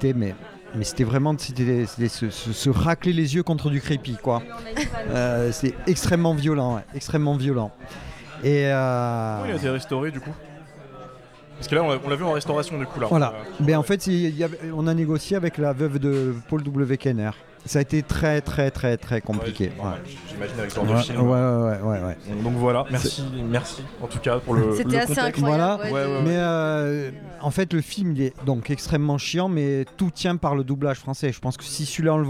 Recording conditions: busy venue